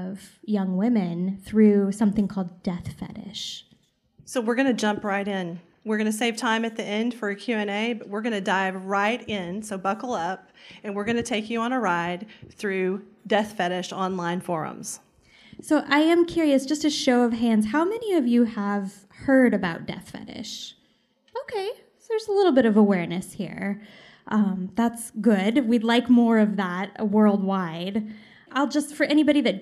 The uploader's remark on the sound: CrimeCon UK Live Session